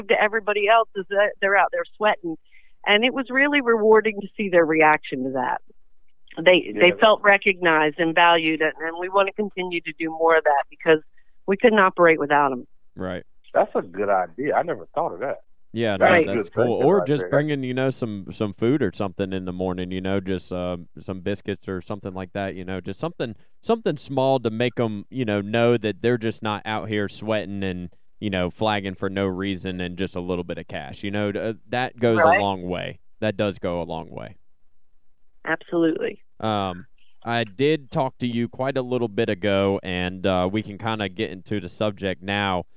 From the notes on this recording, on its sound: Then, we will have a call. We have a call.